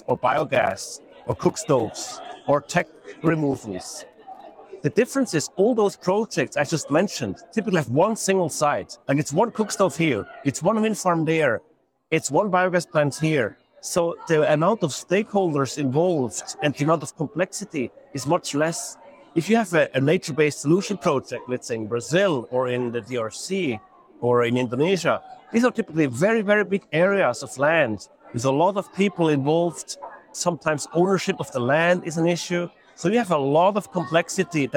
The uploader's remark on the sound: Report from New York Climate Week 2023. In this episode, we share our takeaways from climate week by sharing recordings from panels and conversations at Nature4Climate’s Nature Positive Hub throughout the week.